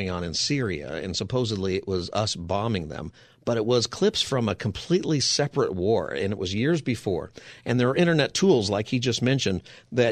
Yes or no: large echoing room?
no